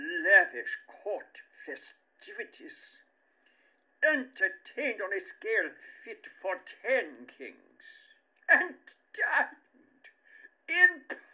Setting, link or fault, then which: fault, poor sound quality